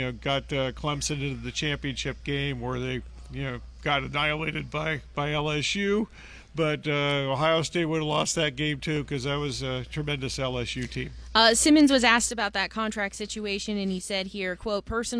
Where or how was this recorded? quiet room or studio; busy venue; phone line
busy venue